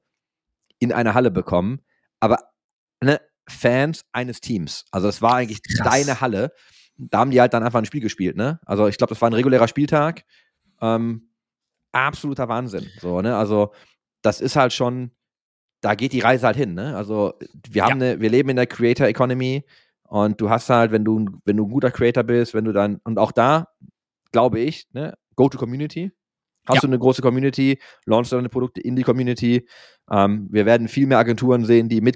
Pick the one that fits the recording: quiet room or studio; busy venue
quiet room or studio